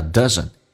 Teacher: T 去掉，但气流阻塞，因为 T 前面是一个元音， it doesn't 的 T 去掉，略音